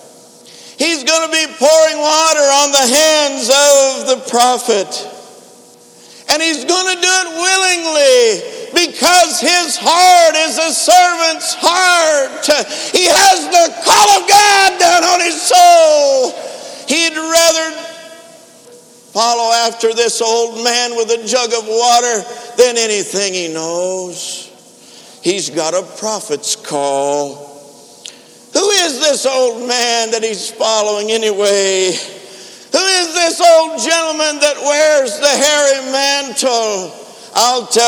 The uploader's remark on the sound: InterChurch Holiness Convention Dayton Convention Center Dayton, Ohio USA 2012.